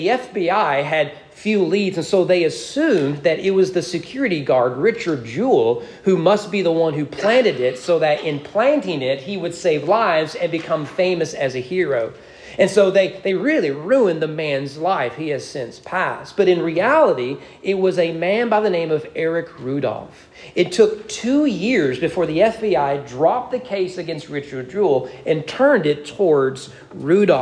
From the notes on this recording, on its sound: Sermon preached on April 30, 2023 at East Frankfort Baptist Church during morning worship.